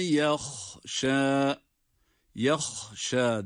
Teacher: Yahşa derken burada da ha harfi boğazın en üst kısmından yah yah yah derken ha'yı kendi sesiyle şin harfinde bir elif miktarı uzatarak okuyoruz